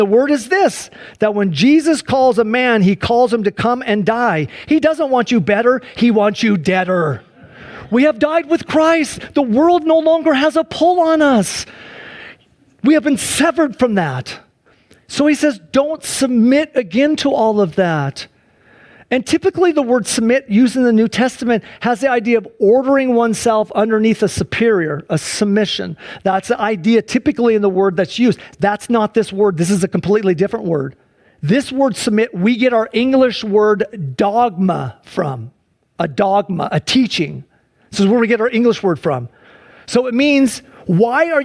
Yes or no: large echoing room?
yes